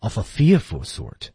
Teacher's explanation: of 和 a 还可以连读